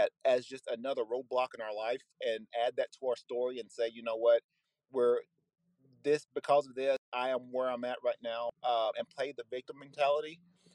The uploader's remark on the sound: Bonus recorded content that I did while on the road to a wrestling practice.